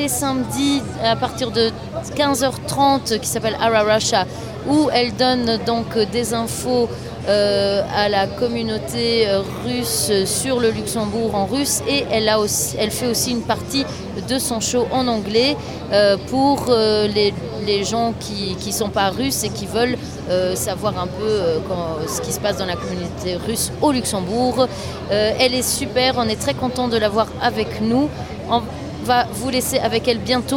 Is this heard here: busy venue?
yes